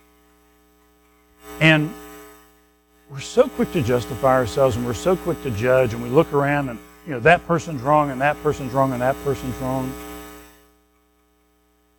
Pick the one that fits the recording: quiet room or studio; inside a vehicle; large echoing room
large echoing room